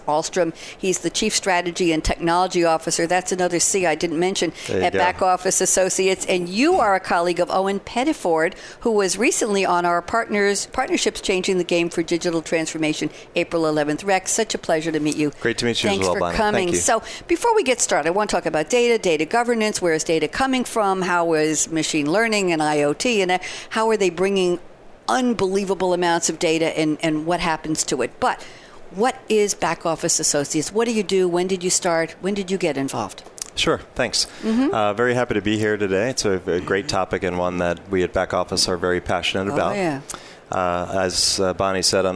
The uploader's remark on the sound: Live from Sap Sapphire Now 2017.